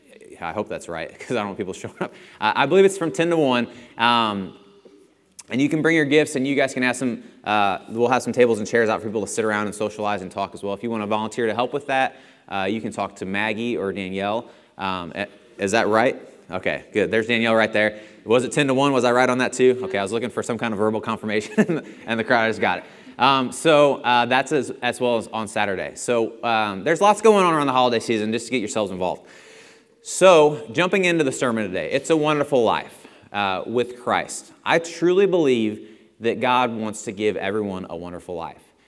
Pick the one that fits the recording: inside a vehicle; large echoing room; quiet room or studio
large echoing room